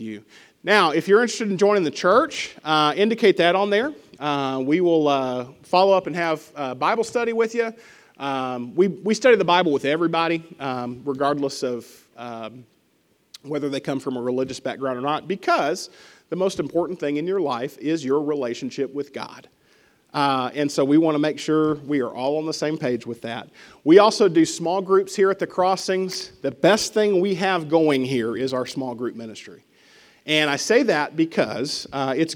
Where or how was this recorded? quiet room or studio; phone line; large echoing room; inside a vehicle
large echoing room